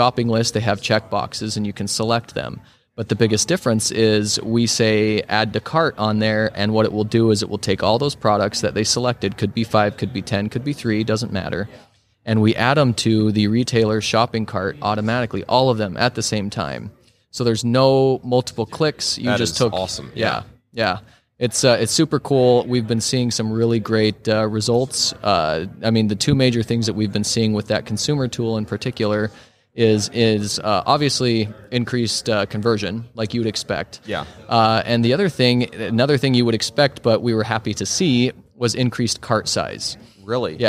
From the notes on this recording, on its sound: LIVE from HAVEN 2022